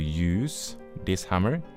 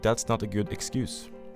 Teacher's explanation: I de fleste situasjoner om ordet er et verb, vil det uttales med den stemte S, altså z, og når det er et substantiv, vil den være ustemt · Shown in: second take · altså s. Et eksempel på dette er use og use.